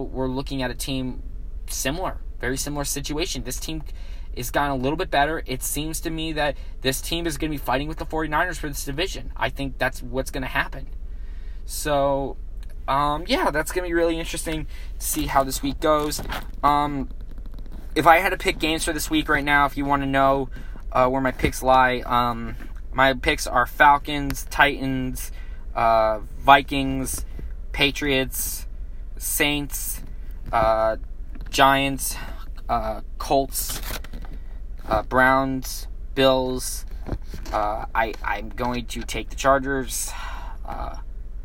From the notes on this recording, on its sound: Filmed live in his car